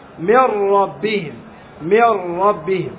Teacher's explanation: ترتعد طرف اللسان ارتعادة واحدة، لهذا تخرج راء واحدة · Term: التكرير